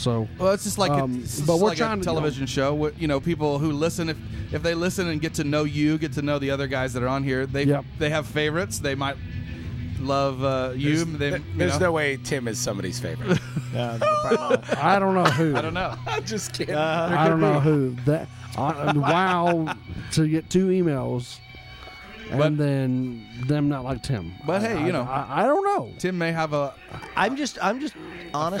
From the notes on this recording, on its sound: Joins us on location at the Vogue Theatre in Indianapolis for this special episode.